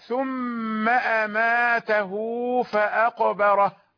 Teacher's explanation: وصل الجميع هاء الضمير التي بين متحركين · Term: الصلة